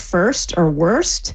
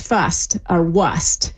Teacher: we really see the R starting to drop right before S's · Shown in: second take · Term: drop your R's